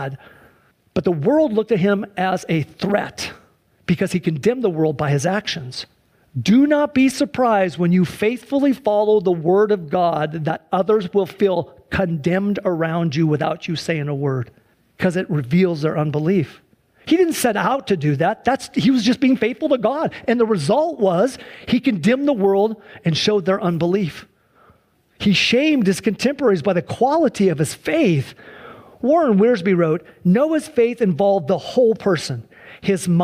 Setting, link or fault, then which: setting, large echoing room